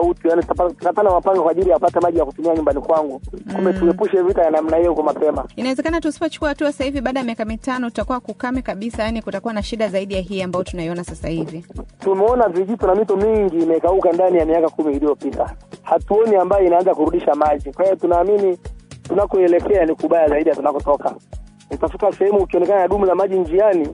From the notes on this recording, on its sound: We conducted a phone interview